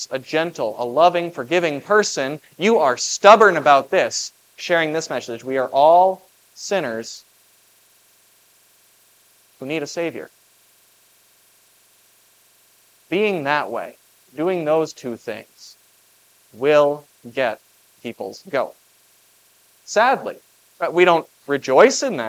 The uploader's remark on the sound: was preached at Grace of God Lutheran on July 2, 2023.